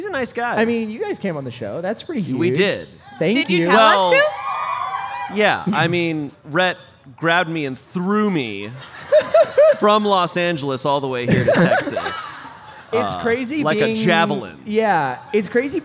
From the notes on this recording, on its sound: Live at Mythicon. Live from Mythicon!